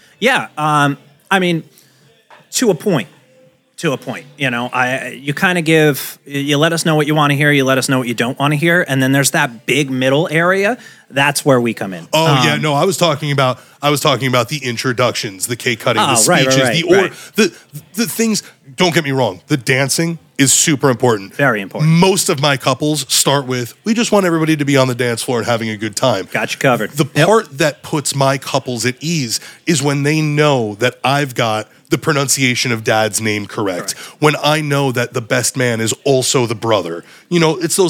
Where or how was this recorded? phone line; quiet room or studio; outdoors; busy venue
busy venue